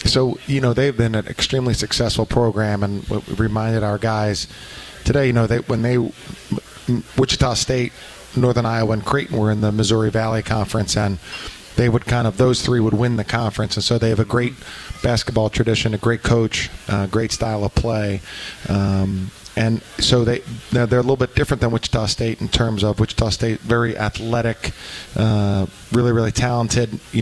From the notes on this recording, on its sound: live from World of Beer